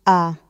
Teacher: Pronounced A, long and open like Spanish casa.